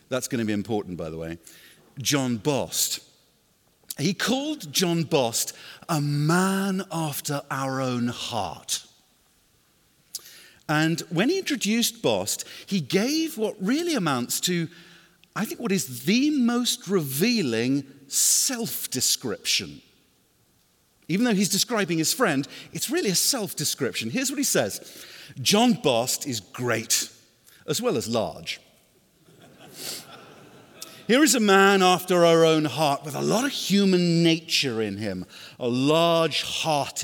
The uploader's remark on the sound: was given at Bethlehem Baptist Conference 2018